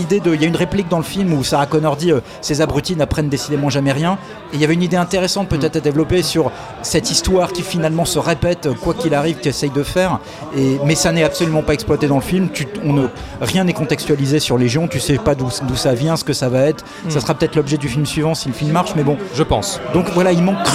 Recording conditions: busy venue